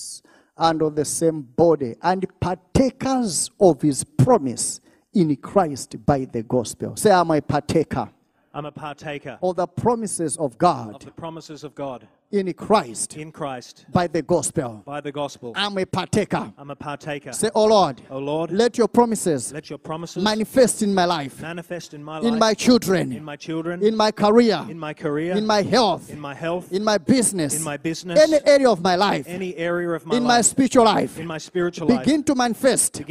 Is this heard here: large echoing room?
yes